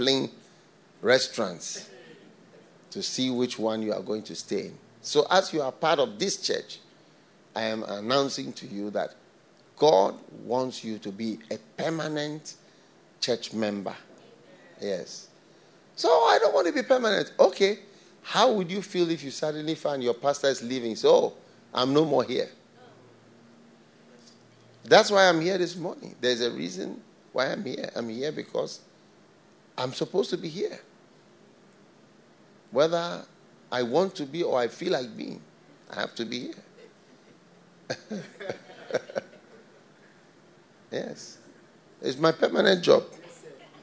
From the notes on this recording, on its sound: Preached at the FLOW Church, Accra.